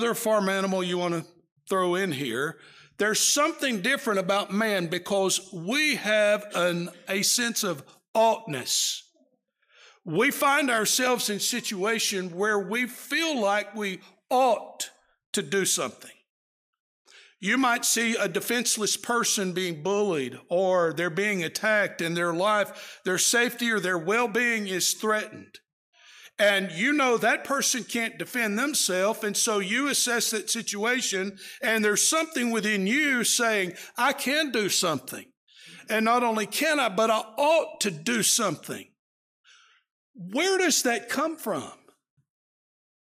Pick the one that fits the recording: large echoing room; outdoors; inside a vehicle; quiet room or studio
large echoing room